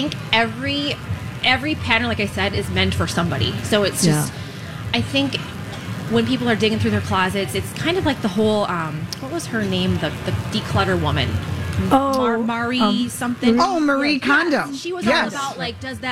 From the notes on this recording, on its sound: Carry on live at the Minnesota State Fair!